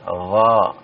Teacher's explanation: dia makhrajnya ya dari tenggorokan yang paling atas ya